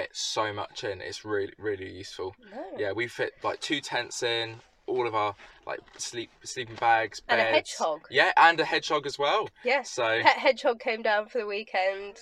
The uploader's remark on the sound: all recorded from my 1968 Morris Minor, Peggy